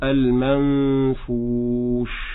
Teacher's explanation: بالنسبة للنون في كلمة المنفوش فهذا إخفاء حقيقي، لأن النون الساكنة جاء بعدها حرف الفاء، كذلك حينما نقف على الشين لا ينقطع صوتها فأقول المنفوش هكذا.